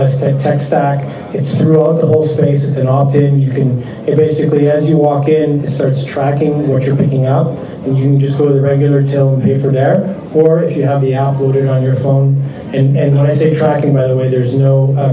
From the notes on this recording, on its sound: conducted live on stage during the RSPA Canadian Community Networking Event April 11 at the Hockey Hall of Fame in Toronto.